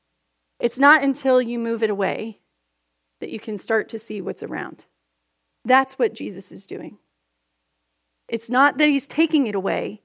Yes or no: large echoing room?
yes